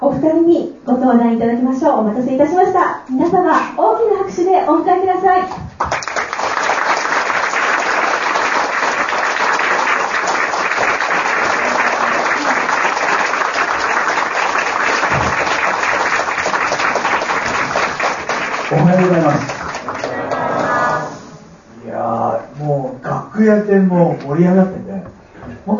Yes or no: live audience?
yes